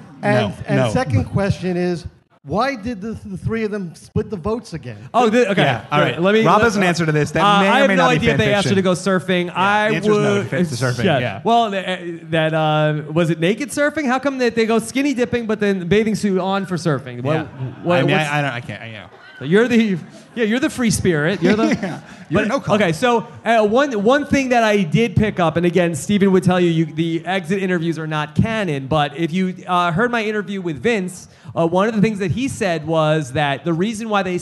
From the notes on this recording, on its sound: LIVE from the Gotham Comedy Club in NYC